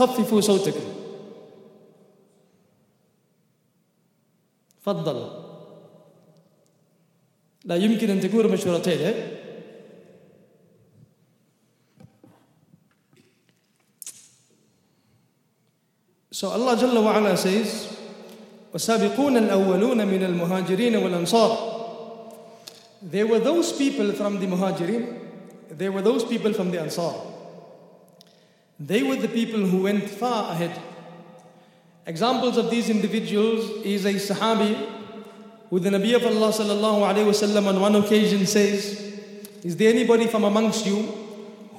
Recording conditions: large echoing room